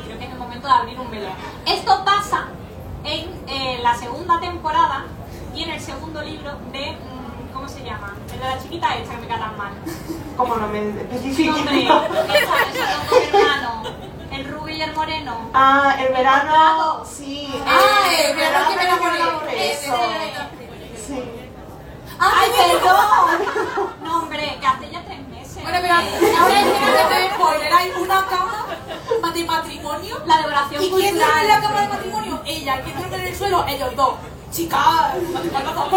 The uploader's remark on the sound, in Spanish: Parte del equipo de Literatura juvenil para escritores viaja hasta Sevilla para hacer un pódcast en directo. Andalucía Reader Con 2023.